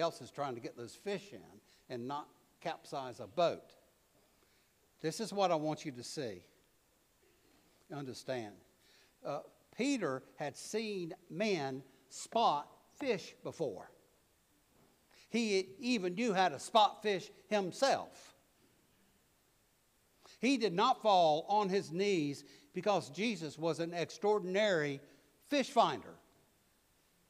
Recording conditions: large echoing room